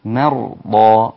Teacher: إلى نهاية الميم مع الغنة كلها رقيقة وابتدي التفخيم من الراء